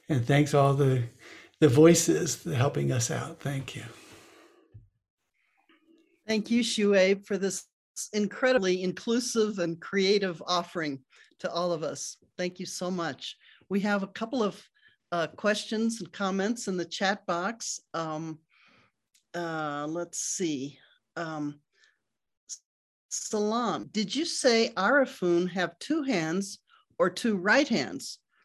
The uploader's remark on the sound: First Friday ZOOM Sessions